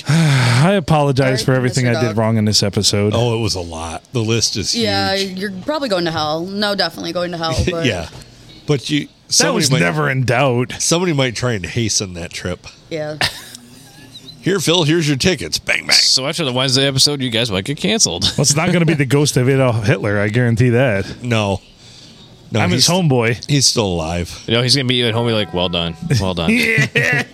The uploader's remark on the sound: Recorded from a totally ruined (by us) Blue Water Sports Bar and Grill on a Monday night when it was snowing and blowing like the blue blazes.